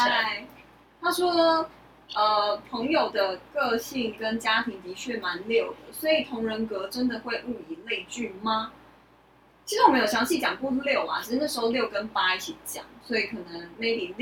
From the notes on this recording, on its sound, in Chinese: 本集收音有狀況，收聽時有空曠環境感是正常的喔